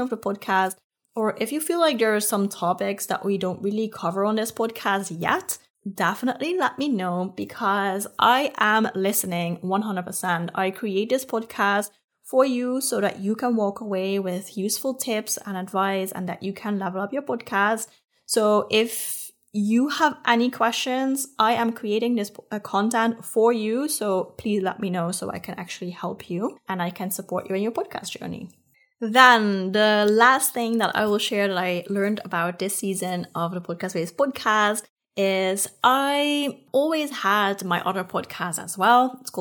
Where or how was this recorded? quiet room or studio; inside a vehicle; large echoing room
quiet room or studio